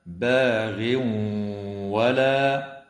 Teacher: ويدغم التنوين في الواو مع الغنة في قوله تعالى: باغ ولا، ويدغم في الراء من غير غنة في قوله تعالى: غفور رحيم، ويخفى مع الغنة مرققة عند الفاء في قوله تعالى: عاد فإن، وتغن النون المشددة من كلمة فإن بمقدار حركتين.